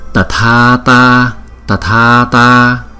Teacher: Hai chữ A sau chúng ta đọc hai nhịp, chữ A đầu chúng ta đọc một nhịp